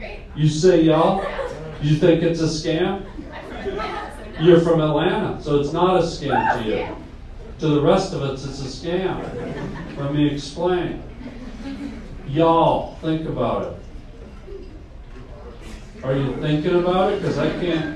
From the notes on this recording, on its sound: LIVE STAND UP COMEDY. Due to some tech issues the Pod will be shorter this week.